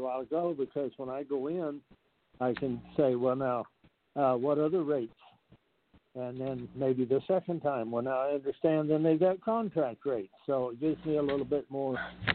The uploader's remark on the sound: TNTSuperfantastic Conference Call